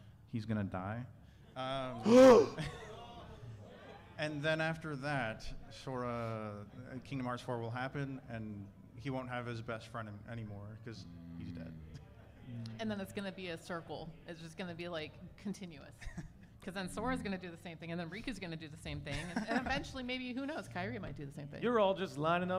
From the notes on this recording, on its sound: Live From Austin, Texas!